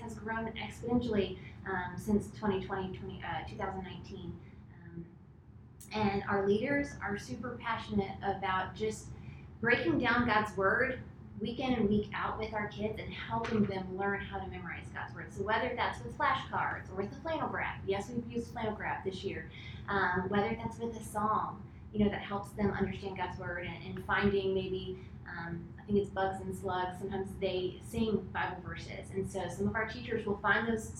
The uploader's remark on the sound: Our apologies for the sound quality of this episode!